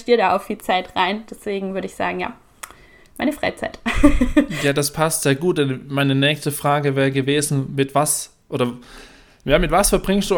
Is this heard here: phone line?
no